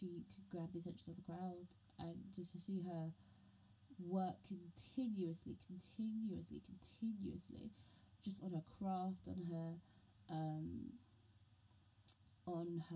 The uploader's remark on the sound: My mic broke....we're gonna have some funky audio for the next few episodes folks.